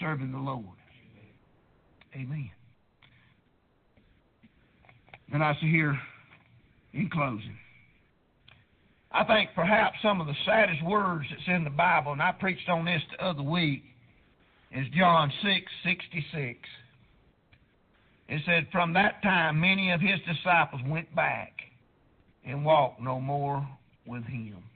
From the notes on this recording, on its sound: Preached at prayer Baptist Church